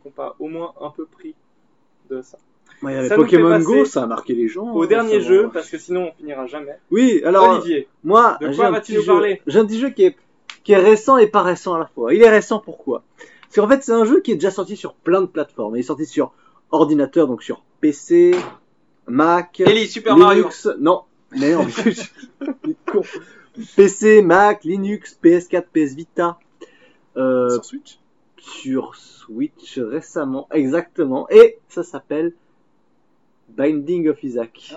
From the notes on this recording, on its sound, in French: Meilleure organisation n'implique pas meilleure qualité d'enregistrement cependant, on a fait de notre mieux.